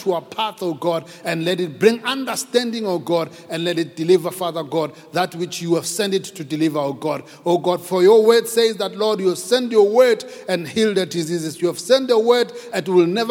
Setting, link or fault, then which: setting, live audience